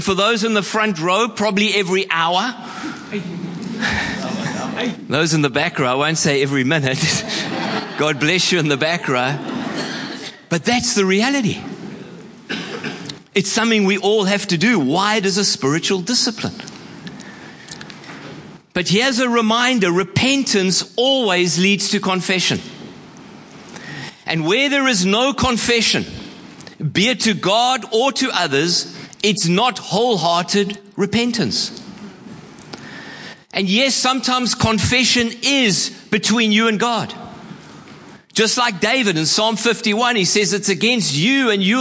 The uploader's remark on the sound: Preached at Horsham Downs on 11/02/24